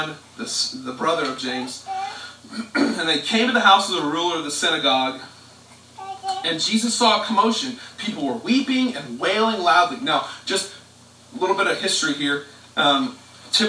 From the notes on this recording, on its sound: We apologize for the audio quality.